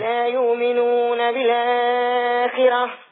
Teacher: ورش يقول يؤمنون يقلبها حرف مد